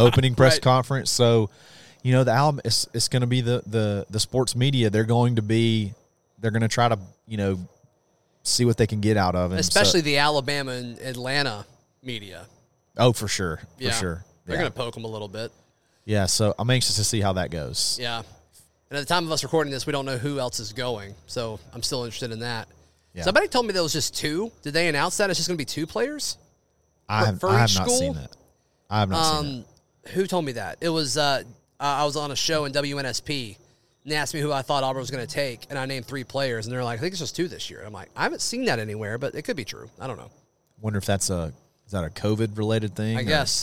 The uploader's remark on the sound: broadcast live from Baumhower's in Auburn.